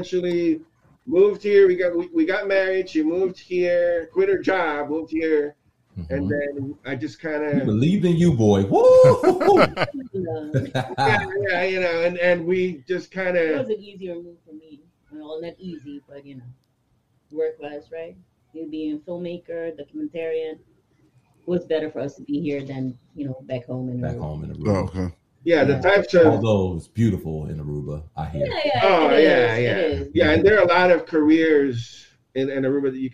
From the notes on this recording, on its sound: Live correspondence from our favorite outings, beer festivals. We go live and check the vibes at Barrel and Flow Fest and the Delaware Beer Fest.